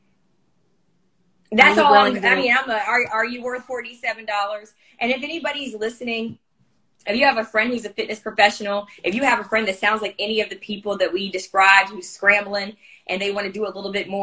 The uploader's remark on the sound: Today's episode includes the audio of an Instagram Live